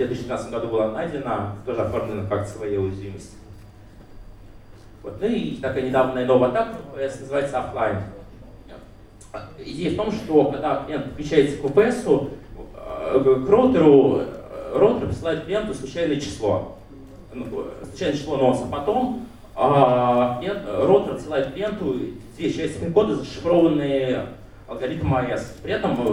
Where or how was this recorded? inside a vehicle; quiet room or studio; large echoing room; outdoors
large echoing room